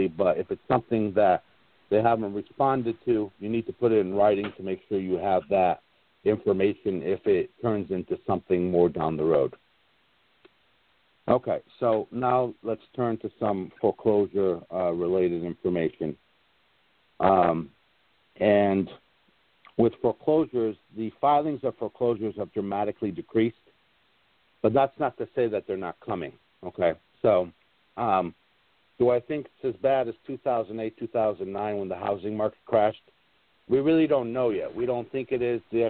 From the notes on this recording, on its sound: NABD Live Conference Call